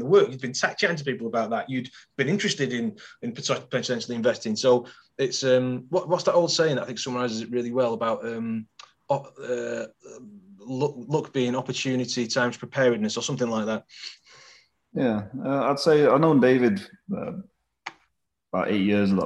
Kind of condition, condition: link, video call